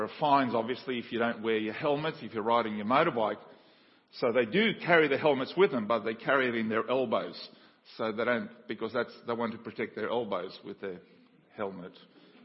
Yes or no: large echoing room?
yes